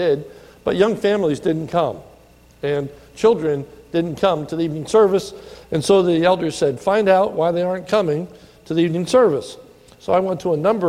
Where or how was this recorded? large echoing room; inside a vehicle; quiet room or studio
large echoing room